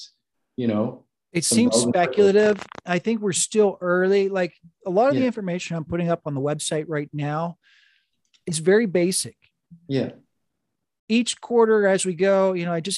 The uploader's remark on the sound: This week's Zoom meeting is with a fairly savvy investor who has built up a nice portfolio.